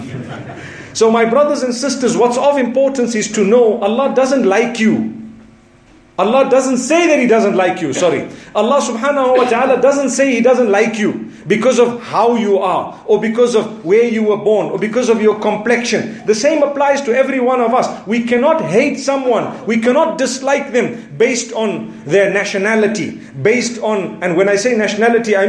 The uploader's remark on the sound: Jumu&#8217;ah Lecture from Bosmont Masjid